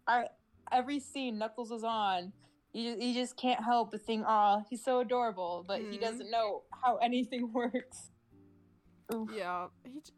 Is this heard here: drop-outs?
yes